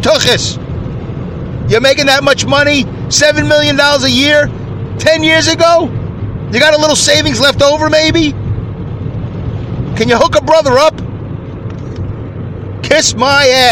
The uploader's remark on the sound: I record my show from my car as I drive to and from work